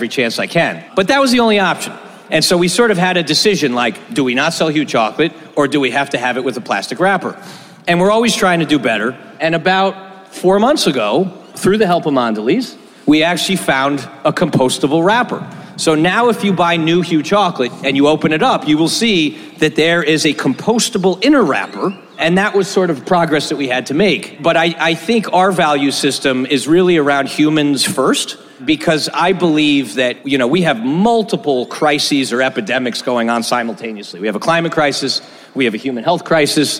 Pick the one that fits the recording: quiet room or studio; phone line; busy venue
busy venue